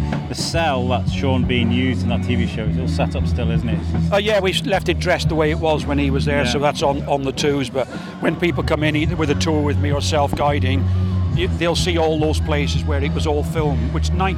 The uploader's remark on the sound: Shrewsbury Food Festival. Walked the whole festival for 2 days gathering interviews.